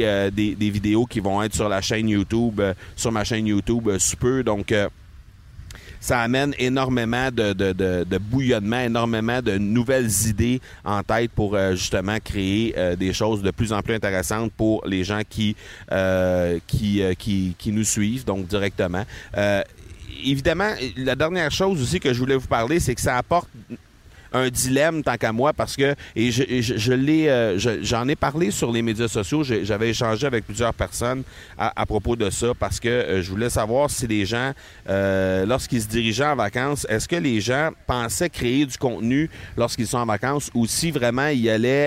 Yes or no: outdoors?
yes